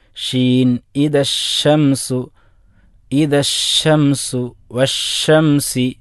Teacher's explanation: ഷീന് ഉച്ചരിക്കുമ്പോൾ അത് വാഇൻ്റെ മഹ്റജ് വരെ, നാവിൻ്റെ അറ്റം വരെ ഒരു കാറ്റ് പരക്കുന്ന രൂപം. · Term: തഫഷി